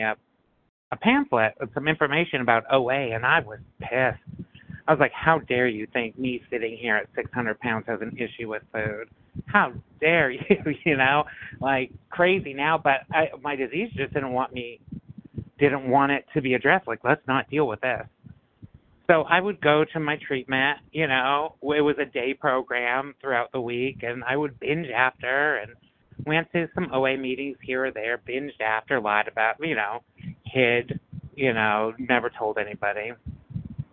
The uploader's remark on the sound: 100 Pounders Phone Meeting